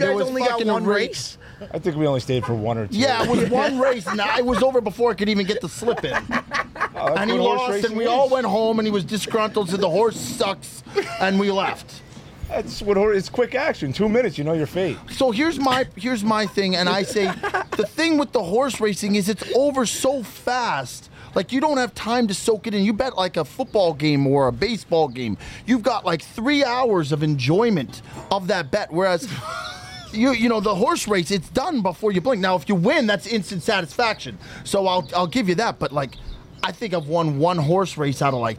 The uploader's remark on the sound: LIVE FROM LUNA'S WOOD FIRED TAVERN!